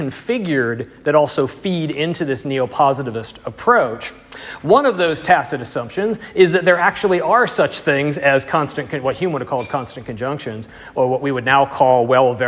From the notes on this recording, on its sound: Audio and slides from the third lecture in the series, delivered 19 February 2020 in Bamberg, Germany.